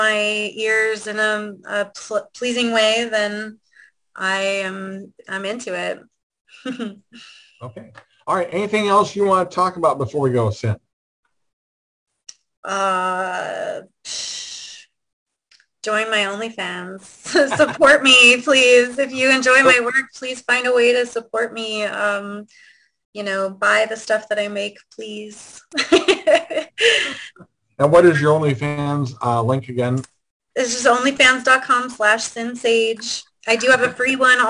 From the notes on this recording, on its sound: This Zoom Show interview we did with her on 4/3/2022